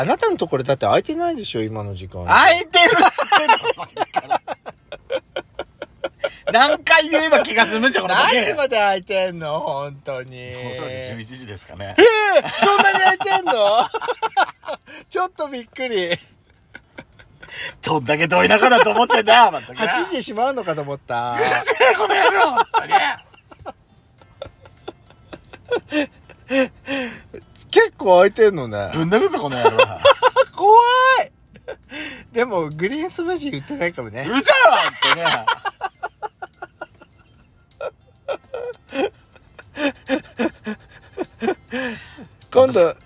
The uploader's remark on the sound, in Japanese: パーキング収録